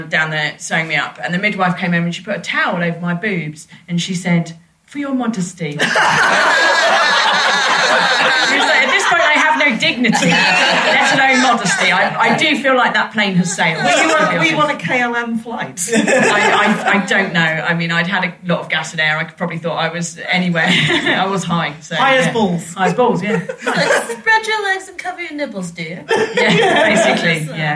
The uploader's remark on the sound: on stage at the Marlowe Comedy Festival in Canterbury